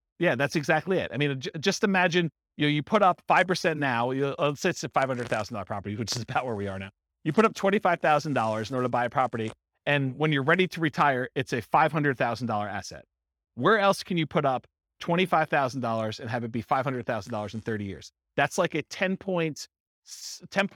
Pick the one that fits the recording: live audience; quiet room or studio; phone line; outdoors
live audience